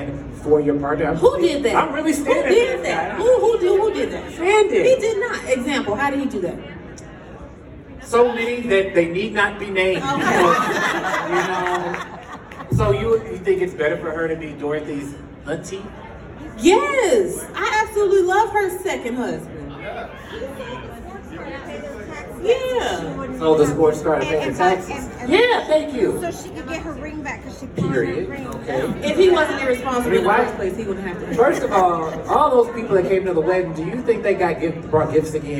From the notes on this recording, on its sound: Live from Goldencon 2023! Recorded in front of a live studio audience from The Rusty Anchor stage!